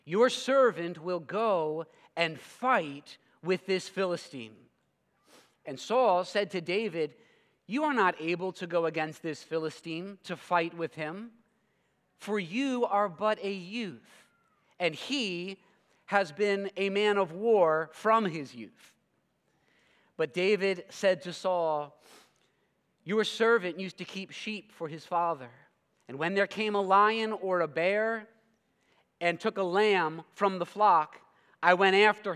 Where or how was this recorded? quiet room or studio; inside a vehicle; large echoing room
large echoing room